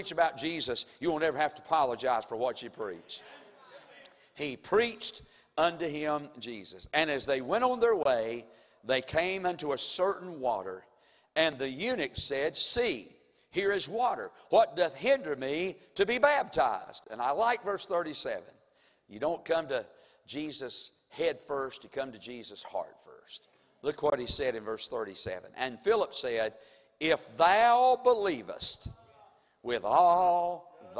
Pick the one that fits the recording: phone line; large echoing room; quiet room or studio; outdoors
large echoing room